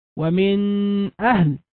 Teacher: وأما من قرأها بإخفاء النون فقال مثلا ومن أهل أو بغنة النون، فقد خرج عن هذه الأوجه الصحيحة